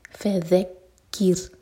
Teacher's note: رو ساکن باریک ہوگا کیونکہ اس سے پہلے ہے کسرہ